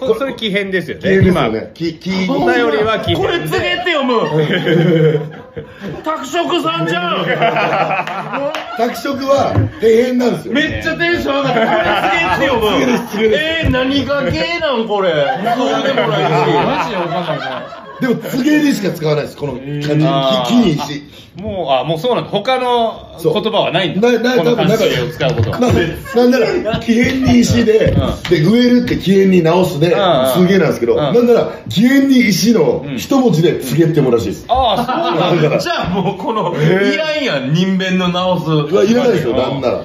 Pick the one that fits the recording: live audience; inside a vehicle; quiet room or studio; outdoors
live audience